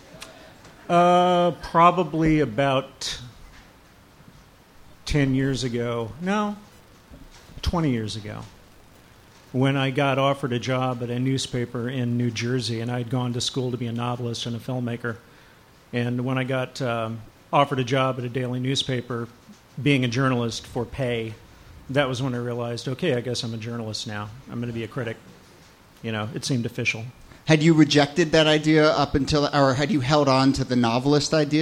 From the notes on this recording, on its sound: Ask Roulette is a conversation series in which strangers ask each other questions on stage. From our January regular show at Housing Works Bookstore.